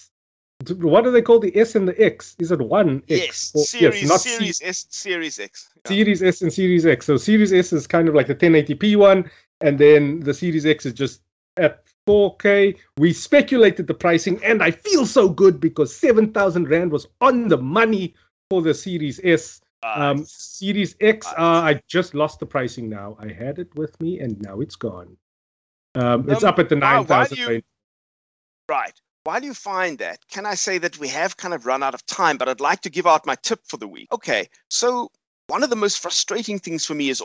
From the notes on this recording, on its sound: Recorded via Skype